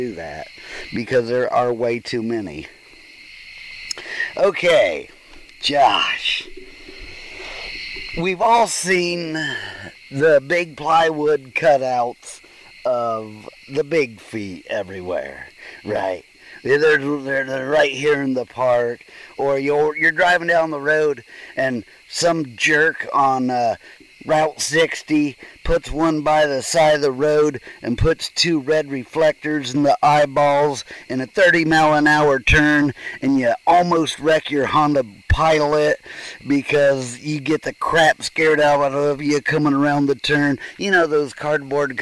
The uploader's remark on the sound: Bigfoot Campfire Roundtable.